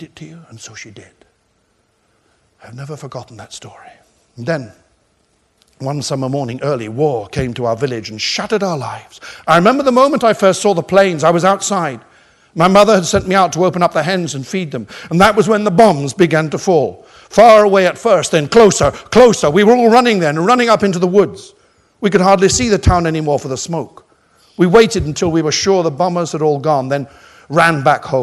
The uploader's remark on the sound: Hay Library Lecture